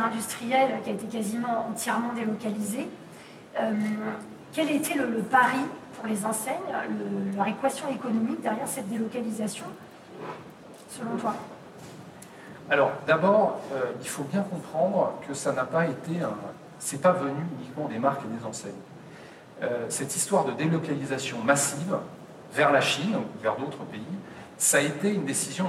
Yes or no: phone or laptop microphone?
yes